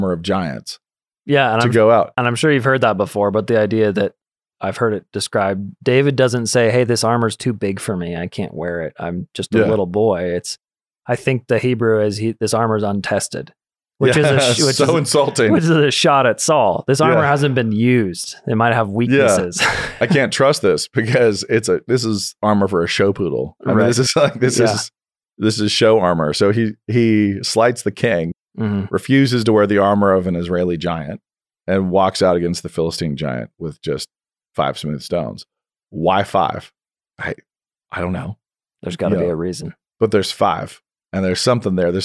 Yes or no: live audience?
no